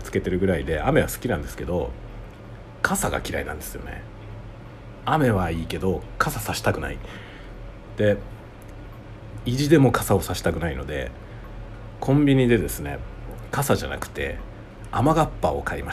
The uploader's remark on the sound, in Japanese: マイクを接続するケーブルを忘れてきたのでiPhoneのみでの収録です。京都のホテルから。